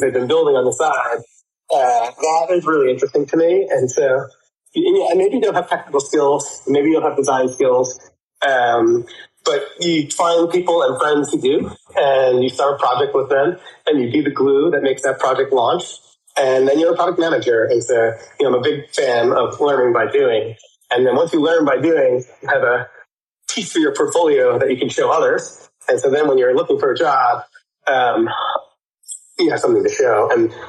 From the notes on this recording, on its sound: Recorded live on Shardeum Discord on 13th February, 3 PM UTC.